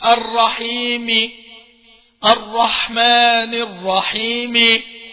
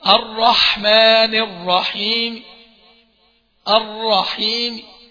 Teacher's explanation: تضعف الصوت، تجيب كده كسرة مش باينة. · Shown in: second take · Term: روم